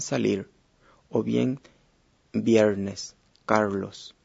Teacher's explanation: la lengua llega a ponerse en una posición vertical, casi como la R del inglés, casi, pero no es exactamente la misma. · Term: sonido retroflejo